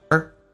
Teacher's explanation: or 会弱化成一个儿化音一样，轻轻的卷下舌头叫 er